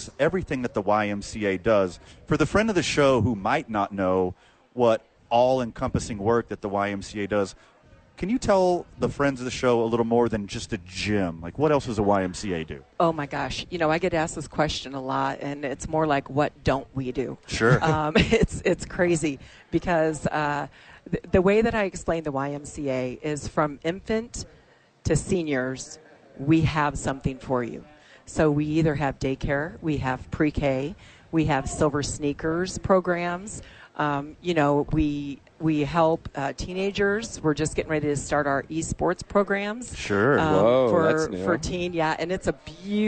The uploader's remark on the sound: live from Top Golf for the YMCA Charity event